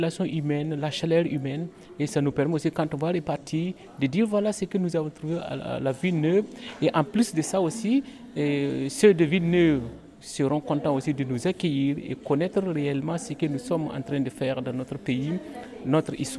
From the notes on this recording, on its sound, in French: Voici mon reportage au Festival Burkin'art organiser par le centre socio-culturel Totout'art à Villeneuve les Avignon.